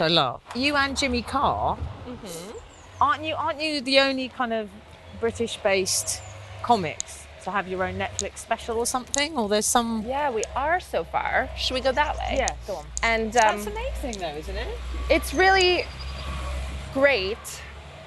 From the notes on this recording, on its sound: goes out for a stroll